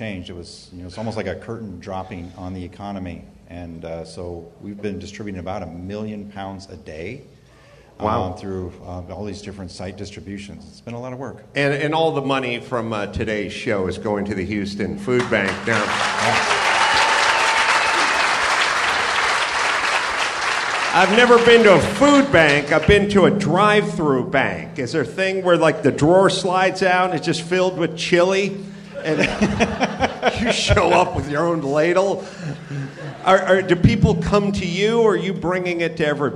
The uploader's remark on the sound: Live from the Houston Improv